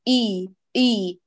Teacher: حققي مخرج الهمز بحيث يكون جهريته تكون جهرية واضحة